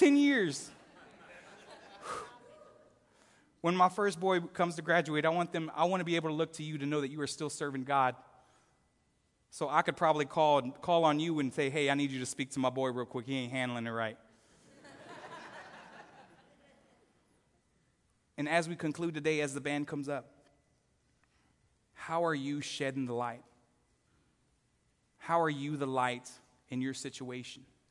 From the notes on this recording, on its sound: Recorded live at The Fellowship at Two Rivers on May 19, 2019.